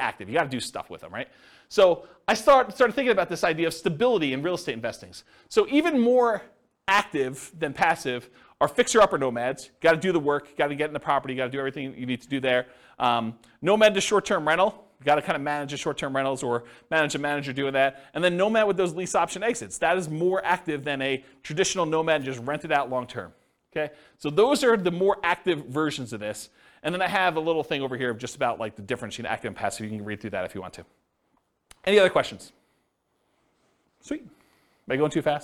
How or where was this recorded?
live audience